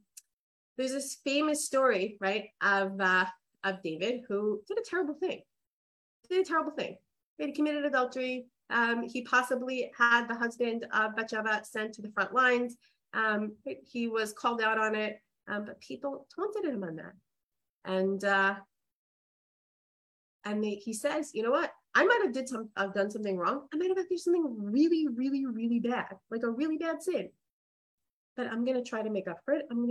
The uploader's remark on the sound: This audio was originally captured from Zoom